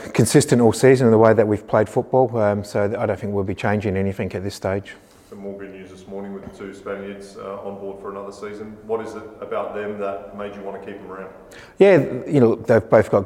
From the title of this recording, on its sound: Pre-Match Press Conference